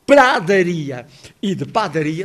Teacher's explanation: o primeiro A de pradaria e de padaria soa aberto